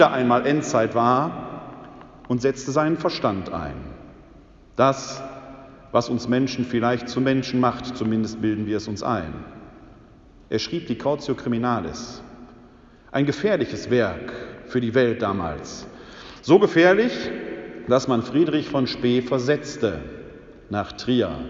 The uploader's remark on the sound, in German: In der Citykirche Elberfeld (Alte reformierte Kirche). Anlässlich des ökumenischen Gottesdienstes zur Eröffnung des Kirchenjahres.